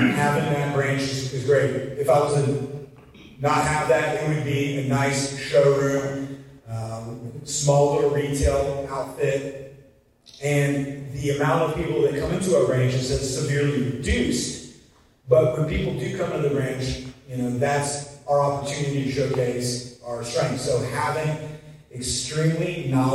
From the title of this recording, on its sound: Clip 4 of My Keynote at the FSPA Conference